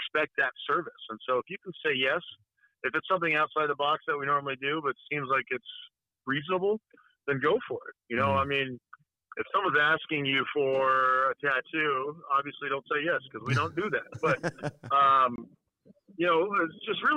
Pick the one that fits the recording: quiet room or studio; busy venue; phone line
phone line